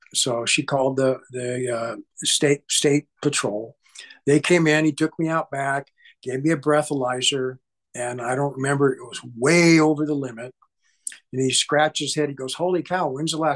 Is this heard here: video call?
yes